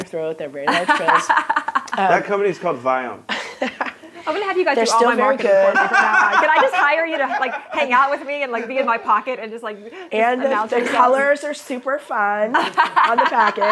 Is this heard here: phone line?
no